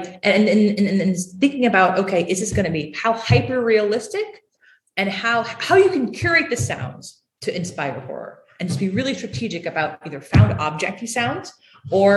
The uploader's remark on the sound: University of Pittsburgh Queer Horror Week. This talk was recorded live in a classroom- so the audio is a little rougher than our usual fare.